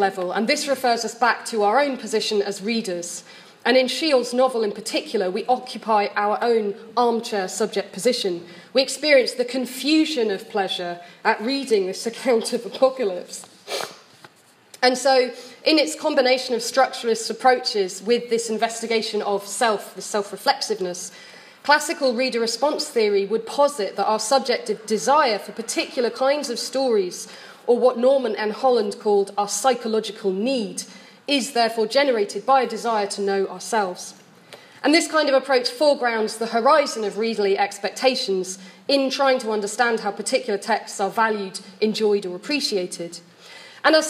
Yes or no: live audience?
yes